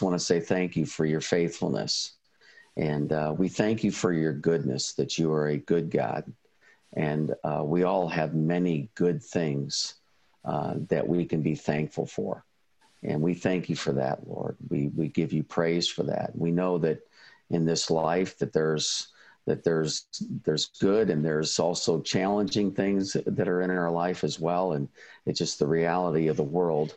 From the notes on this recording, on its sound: we replay a recording from a recent virtual ISI event